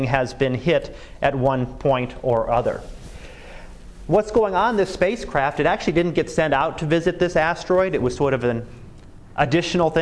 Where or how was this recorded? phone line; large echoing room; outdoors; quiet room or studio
large echoing room